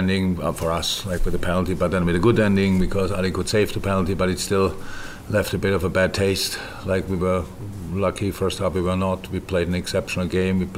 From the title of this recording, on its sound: Post-Match Press Conference